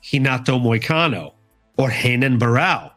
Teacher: If an R leads the name, typically, if it's one R and it's at the front of the name, it will carry the H sound